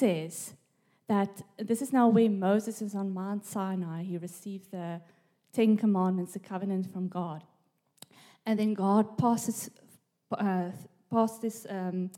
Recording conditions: live audience